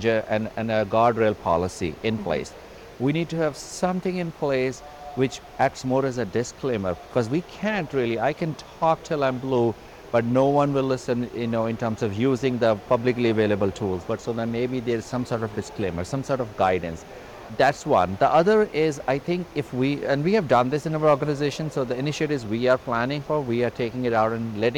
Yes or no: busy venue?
yes